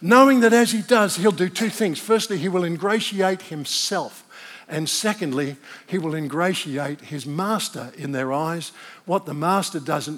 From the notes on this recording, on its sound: This message was originally recorded at NEUMA Melbourne City location, on Sunday, 9th July 2023, at the 11:30 AM service.